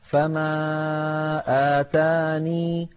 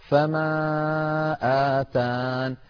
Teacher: أحدهما إثبات الياء ساكنة، إثبات الياء حالة كونها ساكنة، ساكنة إعرابها حال، وثانيهما حذفها مع الوقف على النون · Term: وقفا